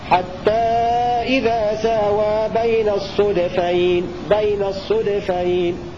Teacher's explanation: روى شعبة بضم الصاد وإسكان الدال